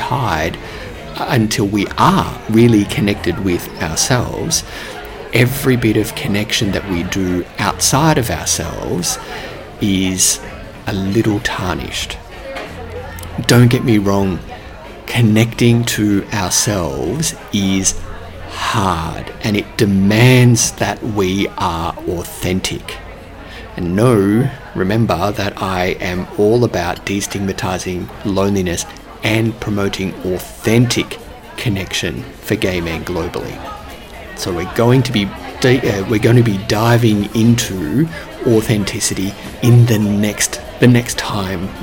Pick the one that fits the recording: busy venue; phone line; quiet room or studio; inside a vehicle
busy venue